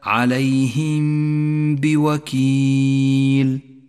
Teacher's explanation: المثال التالي: الإخفاء الشفوي عند قوله تعالى عليهم بوكيل، نخفي الميم الساكنة بالباء مع بقاء غنة لحرف الميم زمنها حركتان